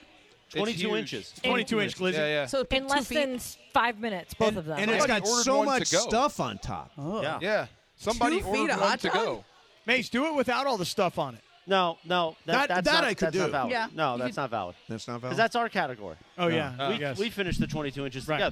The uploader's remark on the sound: live at Yaamava’ Resort & Casino